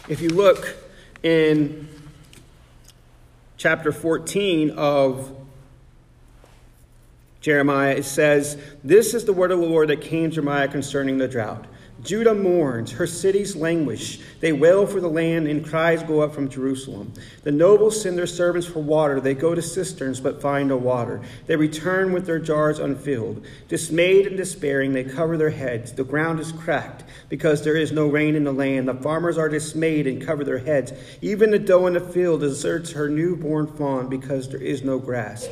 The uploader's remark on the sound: Sermon preached on November 12, 2023 at The Salvation Army Augusta Kroc